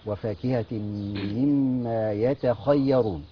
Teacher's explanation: طبعا هنا القارئ يراعي ترقيق التاء، لا يقول يتخيرون، لا يتخيرون، التاء مرققة والخاء مفخمة